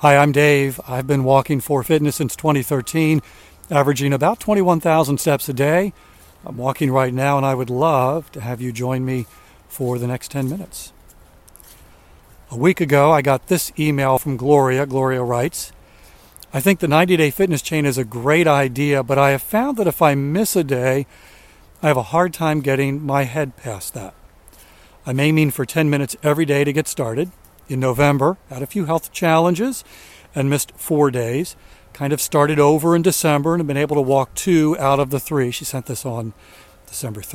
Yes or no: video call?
no